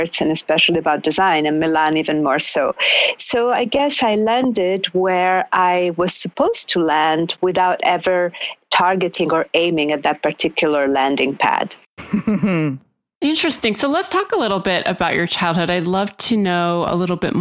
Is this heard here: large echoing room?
no